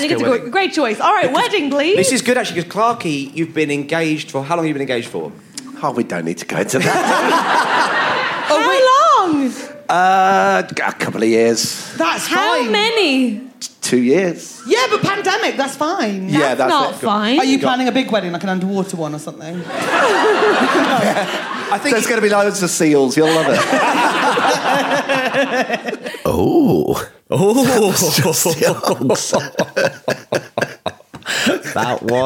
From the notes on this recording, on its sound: onstage at the Cheerful Earful festival for an episode of Trusty Hogs